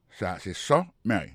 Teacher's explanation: Par exemple, sous premier mot et summary, pour question de prononciation, accent tombé sous premier syllabe là · Term: accent tonique